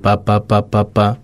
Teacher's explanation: si uno lo ve, hasta generalmente mantienen la misma nota